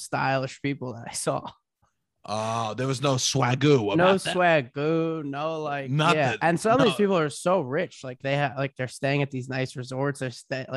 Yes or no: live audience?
no